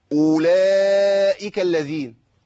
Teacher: أولئك، في خطأ برضو مشهور جدا اللي هو إثبات الضم الواو اللي بعد الهمزة، مرسومة في الرسم لكن غير منطوقة